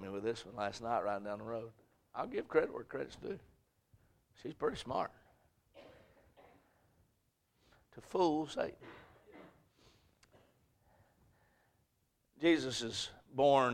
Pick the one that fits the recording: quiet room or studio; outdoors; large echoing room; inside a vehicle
large echoing room